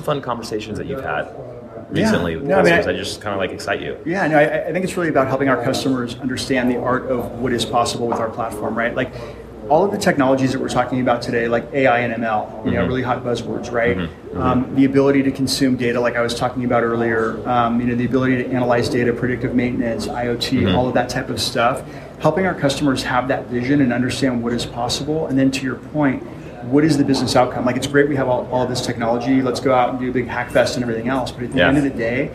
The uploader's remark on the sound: This episode is a LIVE recording from Microsoft Envision in San Francisco. In between sessions at the conference.